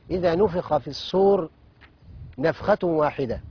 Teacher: نا نون والفاء ترقق والخاء تفخم